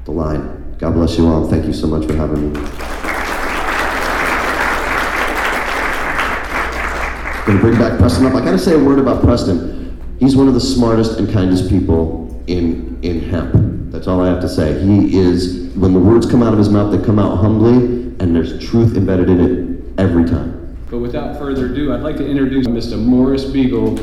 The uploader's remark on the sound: speaking at Kaya Fest 2018 in San Bernadino CA.